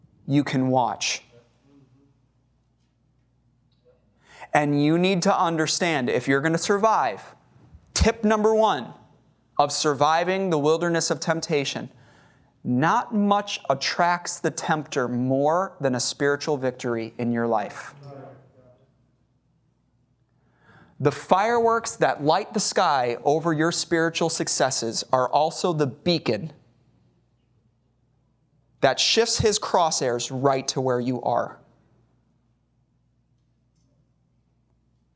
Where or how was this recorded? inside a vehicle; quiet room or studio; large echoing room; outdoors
large echoing room